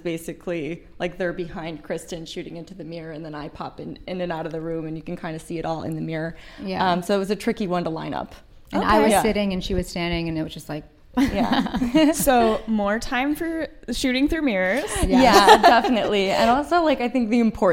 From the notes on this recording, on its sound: We Make Movies Intl Film Festival LIVE. We are live, on-location at the Broadwater for We Make Movies International Film Festival.